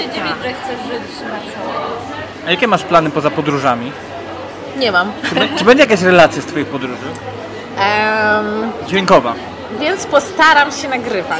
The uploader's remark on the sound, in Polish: Odcinek nagrany w galerii Krakowskiej z "naturalnym podkladem".